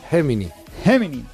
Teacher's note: con la G tan aspirada que tenemos aquí en Extremadura, podríamos decir Gemini.